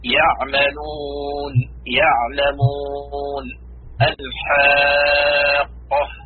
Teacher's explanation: وسط الحلق منطقة الحلق أو ما يسمى البلعوم يخرج منه العين والحاء